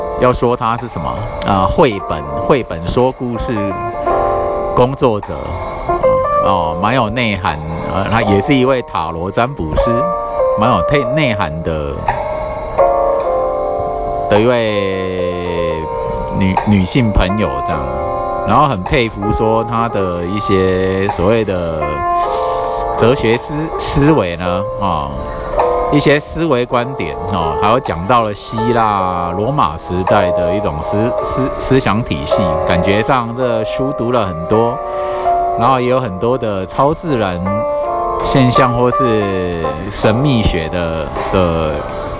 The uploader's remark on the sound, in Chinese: 試試包包內兩手機錄音上傳。嘗試新的收音方法， 想必成功， 包包內收音兩手機。